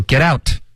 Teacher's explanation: 如果你想要特别强调，你可以说 getout，可以有一个 t